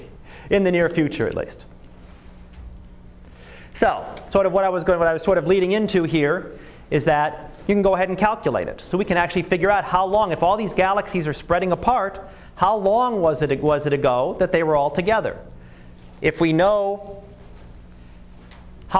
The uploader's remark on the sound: Live Class Lecture